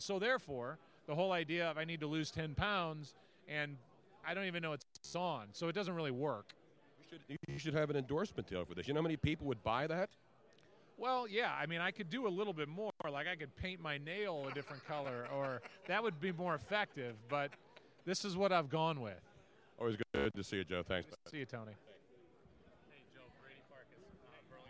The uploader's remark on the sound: LIVE from SuperBowl 51 Radio Row